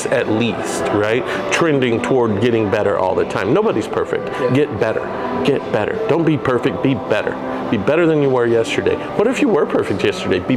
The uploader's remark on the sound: LIVE” At Beaubeaux Bourbon & Biscuits